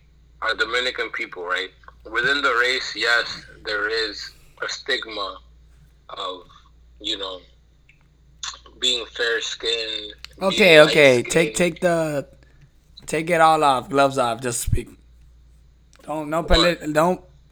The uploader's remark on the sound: Phone calls